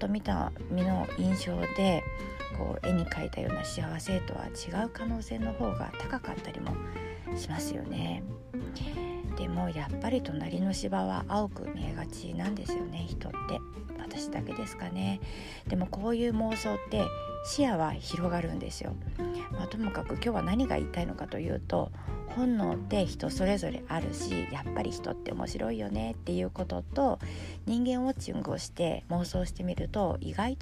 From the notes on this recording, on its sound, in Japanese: 初めて車中で収録してみました。暑い。